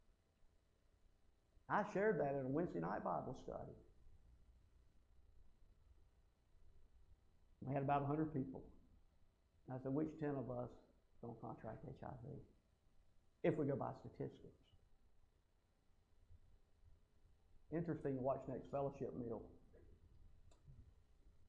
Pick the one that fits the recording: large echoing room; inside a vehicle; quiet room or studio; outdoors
large echoing room